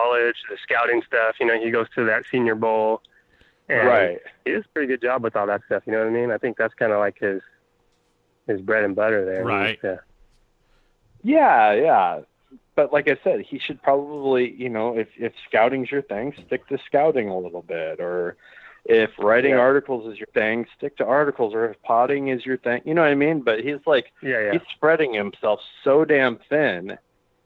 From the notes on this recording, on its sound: Finish the show off with some prank calls. On the phone (which he joins in eventually, for a short time).